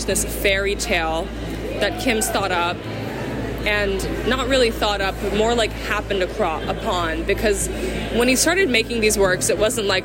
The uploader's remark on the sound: Design Miami 2022. Join us on an enchanting journey live through Design Miami. Including three interviews recorded live at Design Miami.